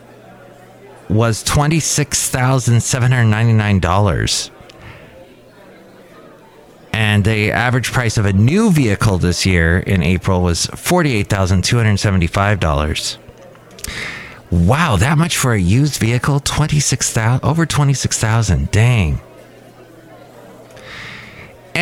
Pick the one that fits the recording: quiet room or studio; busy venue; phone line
busy venue